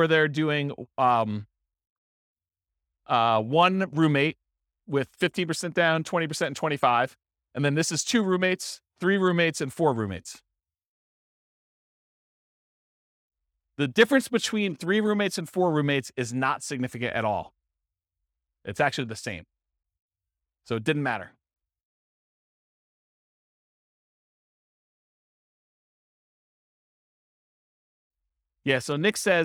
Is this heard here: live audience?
yes